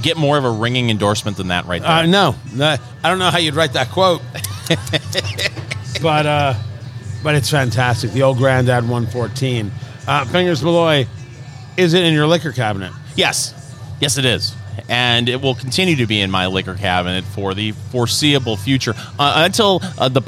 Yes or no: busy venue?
yes